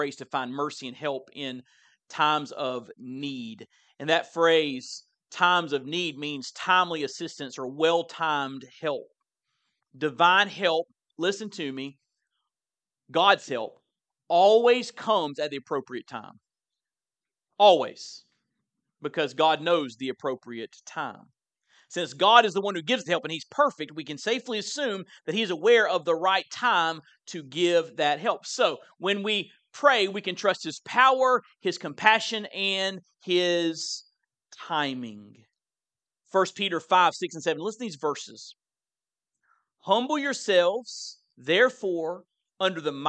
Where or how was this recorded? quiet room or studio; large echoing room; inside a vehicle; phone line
large echoing room